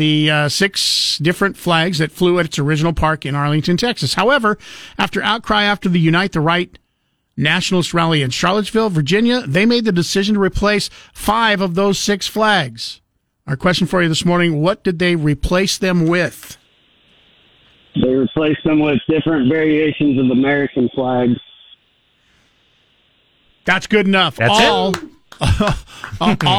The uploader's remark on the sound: Open phones Friday.